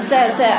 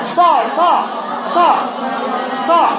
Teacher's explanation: حرف الصاد فيه استعلاء واطباق · Shown in: second take